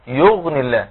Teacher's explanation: يغني الله أيضا، ما أقولش يغني حتى لا أتي بياء، يغني الله، فأحافظ هنا على رخوة الغين